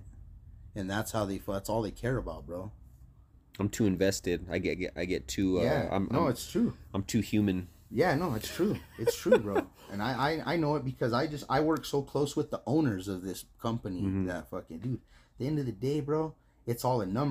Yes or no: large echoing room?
no